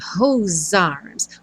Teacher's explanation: Como o E do whose não é pronunciado, você imagina que o whose termina com som de S, já vai juntar no arms, então, com som de Z.